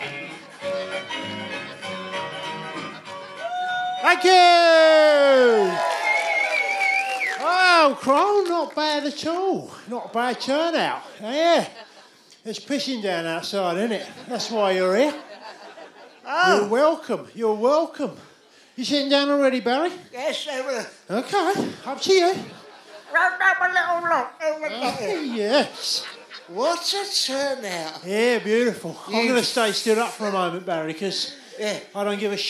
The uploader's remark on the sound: LIVE at the Underbelly, London, 7th June 2019